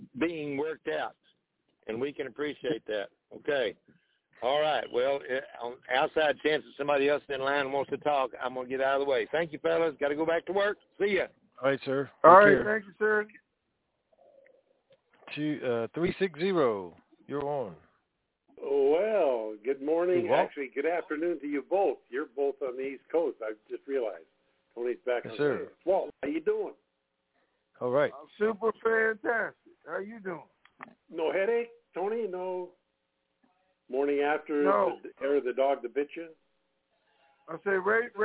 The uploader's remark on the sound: TNTSuperfantastic Mini-Conference Call